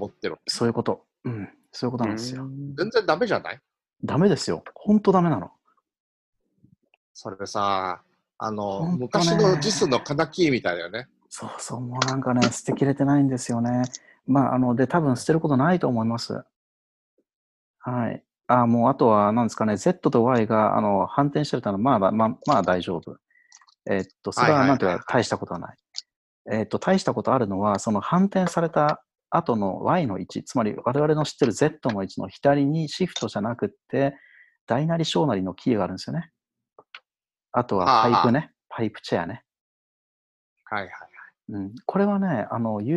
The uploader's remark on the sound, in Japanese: ZoomでおしゃべりG.W版。Zoomを有償版にアップグレードした方がいいかなぁ～。